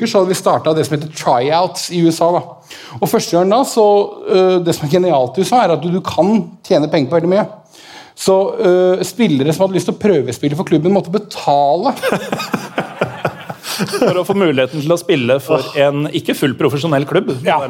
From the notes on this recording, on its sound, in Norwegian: Live på Edderkoppen! Og tusen takk til alle som kom på Edderkoppen denne tirsdagen og gjorde kvelden komplett uforglemmelig for oss!